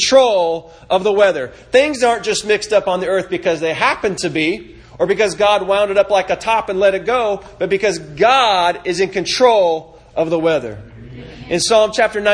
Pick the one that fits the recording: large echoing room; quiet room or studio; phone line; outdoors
large echoing room